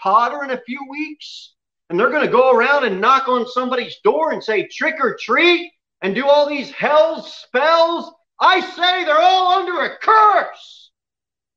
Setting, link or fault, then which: setting, large echoing room